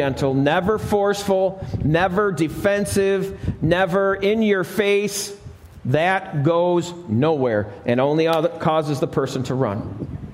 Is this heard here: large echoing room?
yes